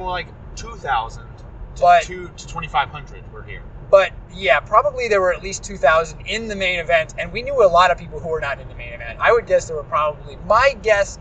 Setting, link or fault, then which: setting, inside a vehicle